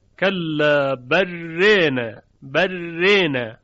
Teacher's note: وقتی الف در رانه اماله می شود، حرف را لاجرم باید ترقیق بشه، چون ترقیق با اماله تناسب داره.